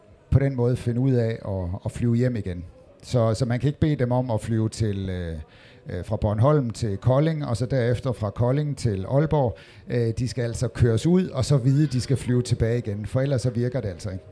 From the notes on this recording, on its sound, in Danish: Podcasten er taget på Folkemødet